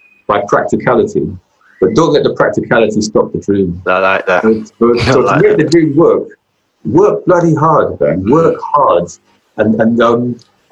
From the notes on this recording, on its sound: Covid-19 social distancing measures meant we had to have this conversation over Zoom.